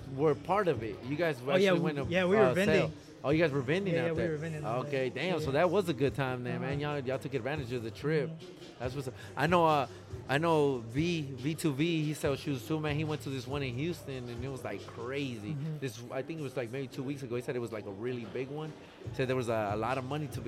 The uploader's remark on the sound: Live From 479 swapmeet in springdale ar